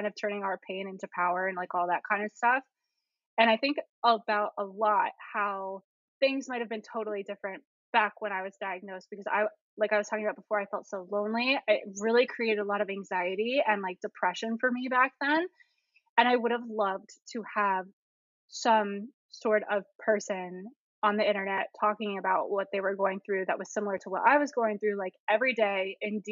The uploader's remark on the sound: Bear with us while we sort through the audio issues LOL.